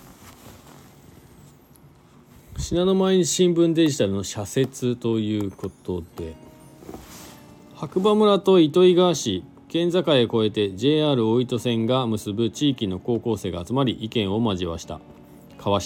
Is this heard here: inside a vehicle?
yes